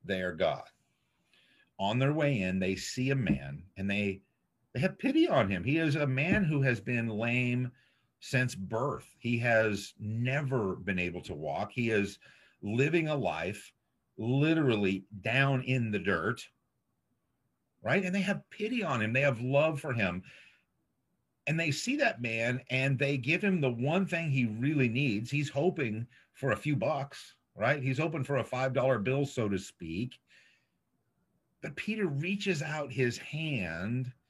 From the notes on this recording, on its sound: This was originally streamed on zoom